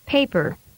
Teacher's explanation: your voice must say the first syllable on a higher level and then drop abruptly to say the second syllable. There is no gliding through the intervening tones. · Term: step changes